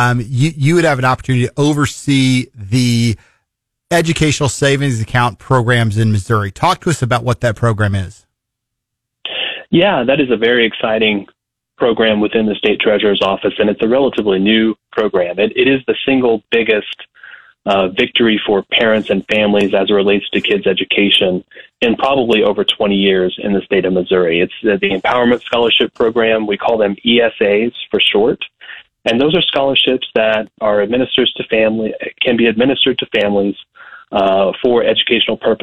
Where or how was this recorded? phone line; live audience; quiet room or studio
phone line